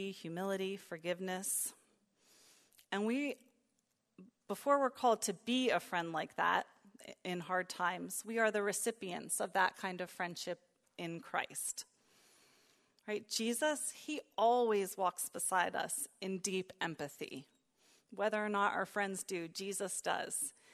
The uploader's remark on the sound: preached during the third session at our 2022 Women's Retreat on April 9, 2022